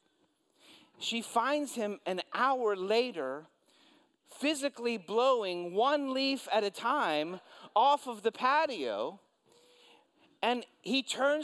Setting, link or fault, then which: setting, large echoing room